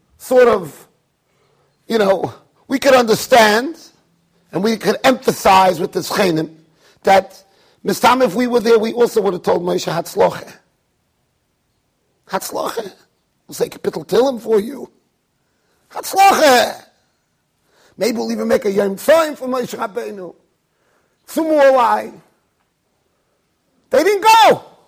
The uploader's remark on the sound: Shiur recorded in Yeshivas Ohr Reuven, Monsey NY.